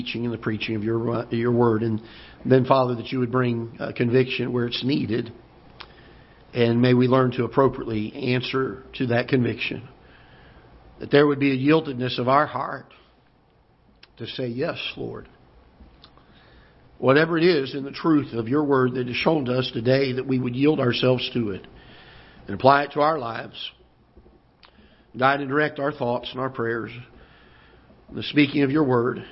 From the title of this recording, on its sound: Ketha Heights Baptist Church ~ Live Broadcast